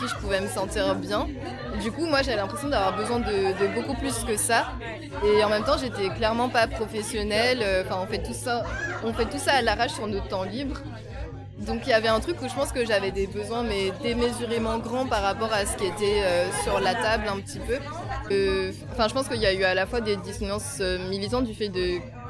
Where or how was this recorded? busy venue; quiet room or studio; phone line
busy venue